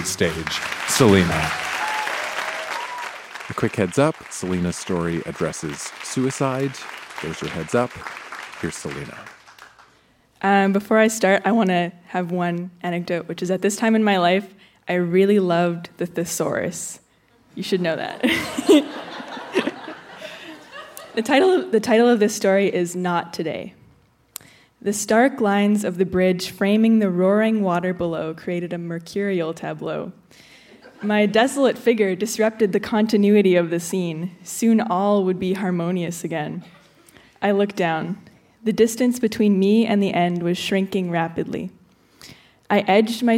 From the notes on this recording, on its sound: Recorded live at the Park Theatre in Winnipeg.